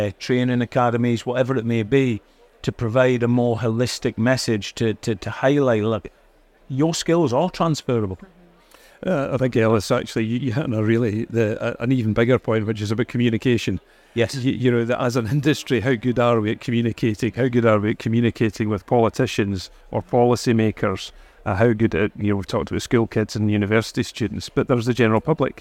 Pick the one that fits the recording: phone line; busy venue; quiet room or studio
busy venue